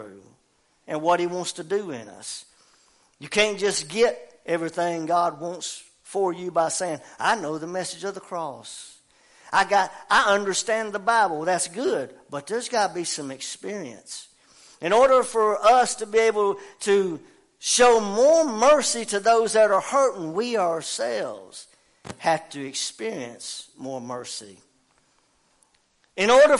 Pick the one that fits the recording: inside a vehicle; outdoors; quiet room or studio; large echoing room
large echoing room